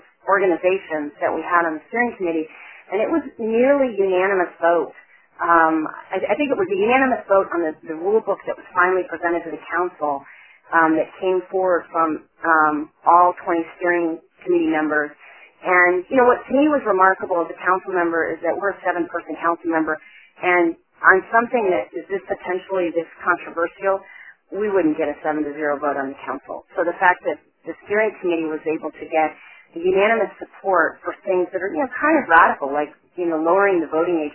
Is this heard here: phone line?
yes